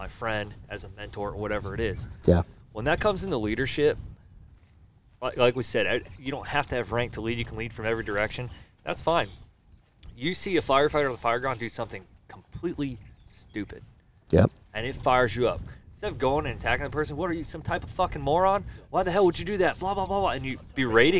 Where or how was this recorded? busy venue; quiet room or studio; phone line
busy venue